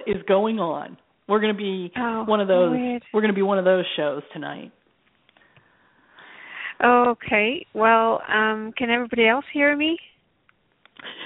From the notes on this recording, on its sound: Takes your calls for healing live today!